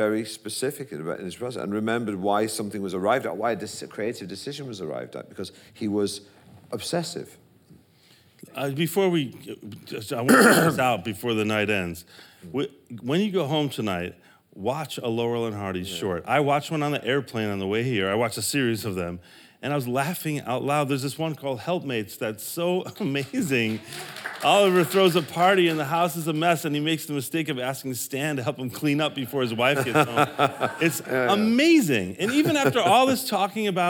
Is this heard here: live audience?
yes